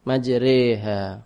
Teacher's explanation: Khusus ini dibaca re. Satu-satunya bacaan re imalah bacaan e di dalam riwayat Imam Hafiz cuma satu ini. Majriha. Selainnya tidak ada.